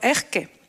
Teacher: las S finales se le convierten en Jotas